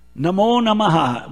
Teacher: the O is a link, sandhi, coalescence